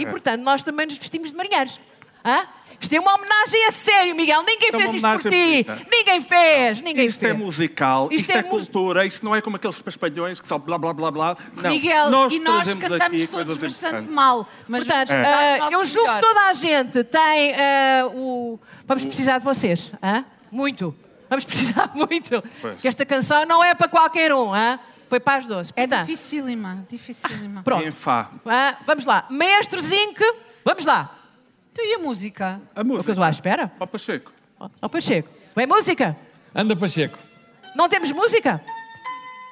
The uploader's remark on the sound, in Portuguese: Ao vivo no Festival Escritaria. Episódio gravado ao vivo em Penafiel no festival Escritaria. Com a ajuda do público.